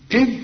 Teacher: اذ طلع لسانك في الذال